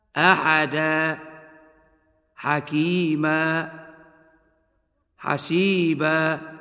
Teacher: فإن التنوين في هذه الأمثلة ونحوها مبدل حرف مد ألفاً عند الوقف فقط